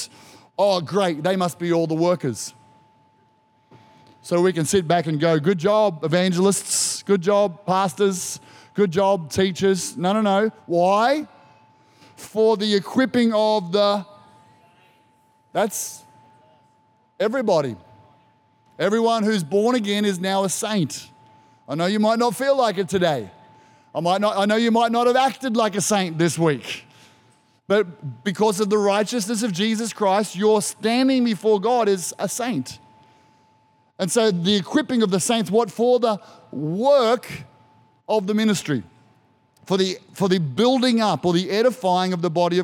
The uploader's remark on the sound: This was recorded in our 9am service on the 4th of December, 2022